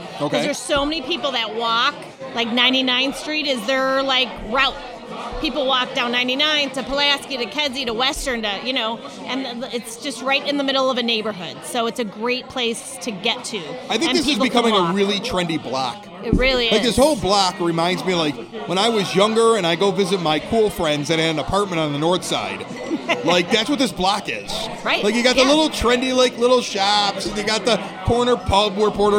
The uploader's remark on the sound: Provides traditional music in front of a live audience at Porter Cullens in Evergreen Park.